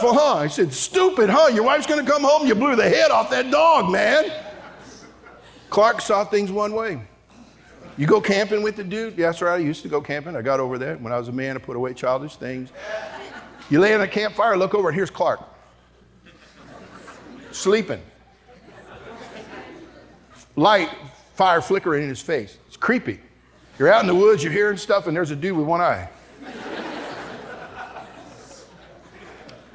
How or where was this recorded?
live audience